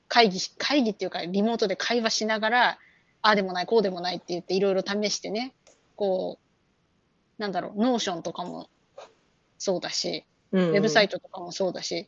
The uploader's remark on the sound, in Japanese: 遠隔収録